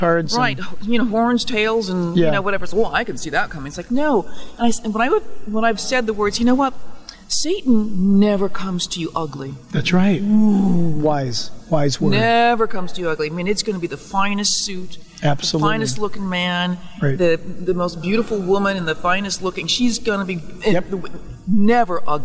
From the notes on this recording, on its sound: Recorded from the National Religious Broadcasters Convention. Nashville, TN.